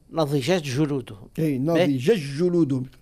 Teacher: اي يدغم التاء في الجيم